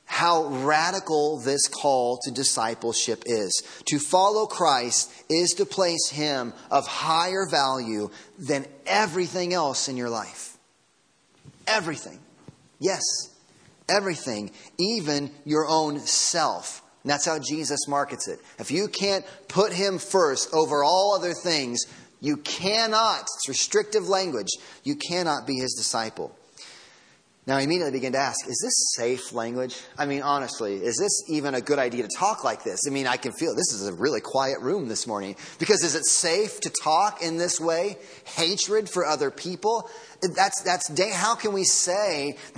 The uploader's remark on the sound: Sermon Audio from Sunday Morning.